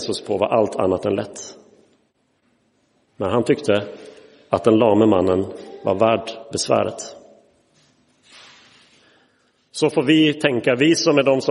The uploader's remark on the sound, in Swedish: Inspelad i Roseniuskyrkan den 15 oktober 2023.